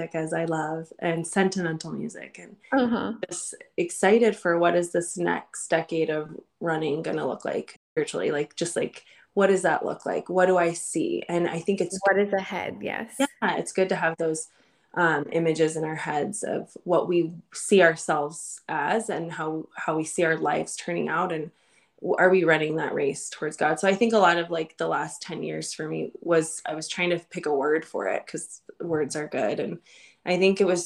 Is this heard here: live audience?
no